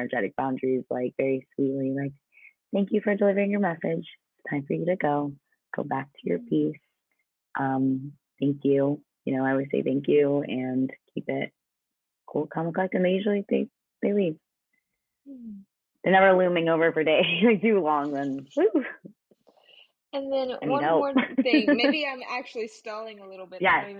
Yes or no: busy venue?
no